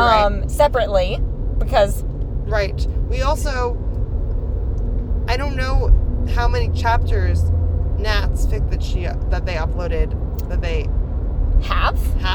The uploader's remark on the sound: Car-cast (On The Road Home From New England Wizard Fest). In another chaotic episode from the car (with more driving interjections).